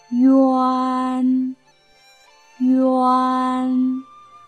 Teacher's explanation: 由于受到前面“吁”和后面“嗯”高舌位的影响，所以呢，这个“啊”常常变成了“哎”，甚至是更高的“哎”